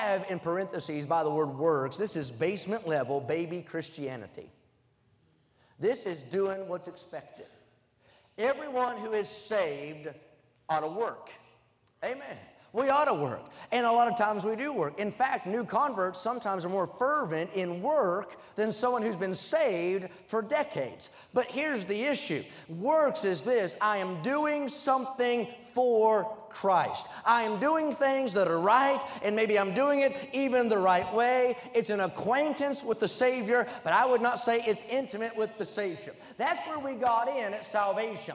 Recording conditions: large echoing room